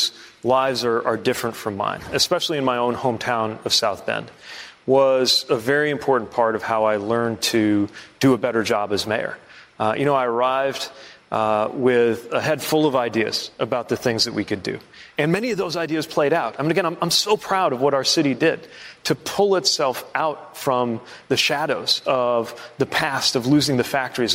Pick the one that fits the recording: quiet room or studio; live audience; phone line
live audience